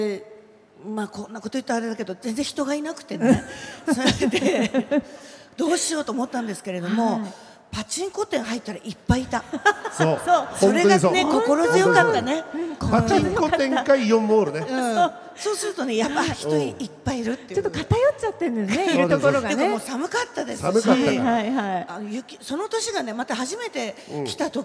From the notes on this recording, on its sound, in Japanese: イオンモール秋田にて行われた公開収録より。